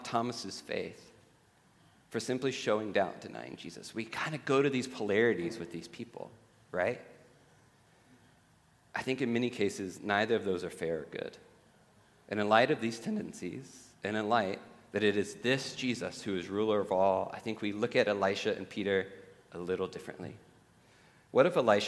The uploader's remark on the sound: at The Table worship gathering on Sunday, February 11th, 2024.